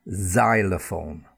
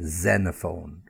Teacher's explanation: that z sound is when the x is at the beginning of the word